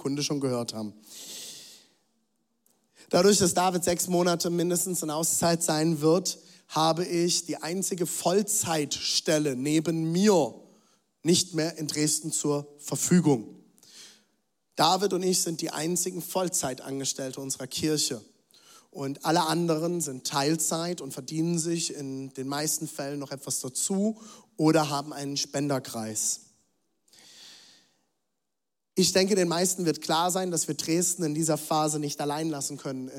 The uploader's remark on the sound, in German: Zeal Church Leipzig. Audiomitschnitt der Predigt.